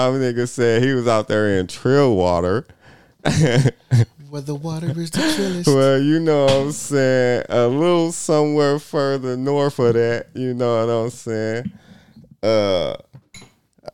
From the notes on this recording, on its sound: Live from The Playas Club.